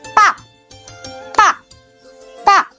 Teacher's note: el cuarto tono, y este yo lo relaciono un poco como que es un auto que está yendo a toda velocidad y de repente frena